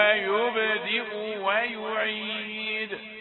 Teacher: يبدئ باء مقلقلة من حروف القلقلة ويعيد مقلقلة لأنها ساكنة للوقف